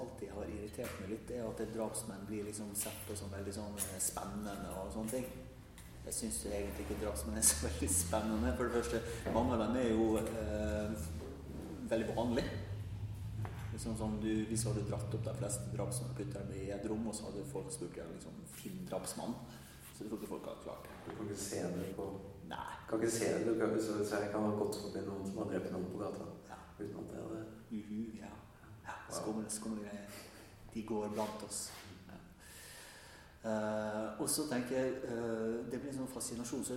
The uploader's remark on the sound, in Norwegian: Live på Trondheim Folkebibliotek